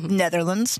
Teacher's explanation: Wat ik hoor over zijn uitspraak is, hij zegt al sinds ik hem ken, Netherlands. De TA wordt ingehouden, een beetje ingeslikt.